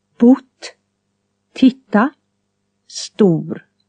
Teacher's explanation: T is always pronounced far forward, with the tongue just behind the front teeth.